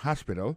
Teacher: accent tombe sous premier syllabe là, il y a trois syllabes